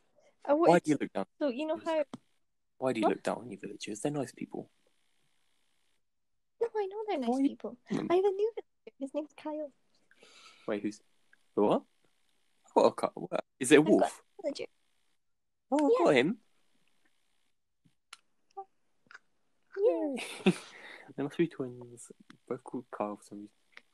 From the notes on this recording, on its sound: Sorry for any technical issues in this episode it’s taken a while to find an app to record during lockdown.